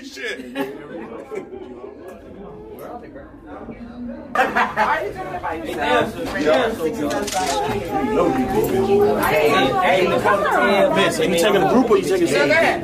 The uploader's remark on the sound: Live At The Casino! (Mashantucket)